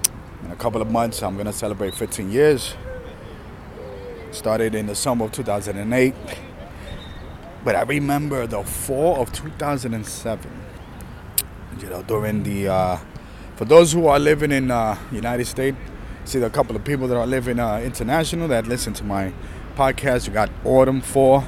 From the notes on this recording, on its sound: This was recorded outside during busy time in the park, enjoying the environment.